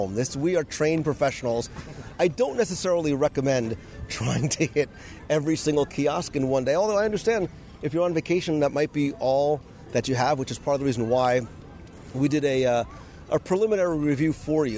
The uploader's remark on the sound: LIVE Walkabout and Review of Epcot’s Festival of the Arts. LIVE from the Epcot International Festival of the Arts, as we wander through Future World and World Showcase. We not only review all there is to see, do, and enjoy, but wander the World Showcase promenade and sample food and drinks from each of the Festival marketplace kitchens in our live review!